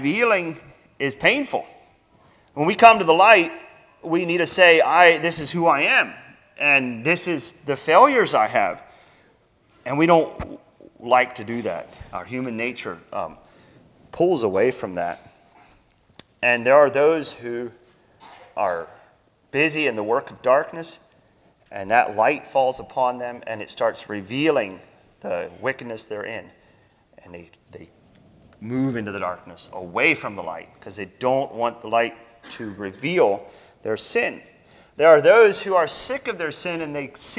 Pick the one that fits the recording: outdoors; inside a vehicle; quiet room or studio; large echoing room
large echoing room